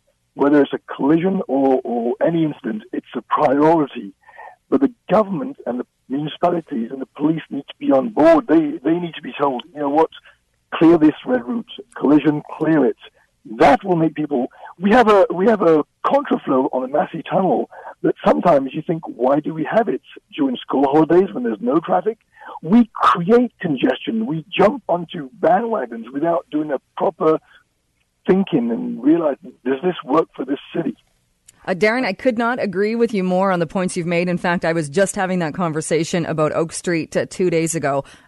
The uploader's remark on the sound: opens up the phone lines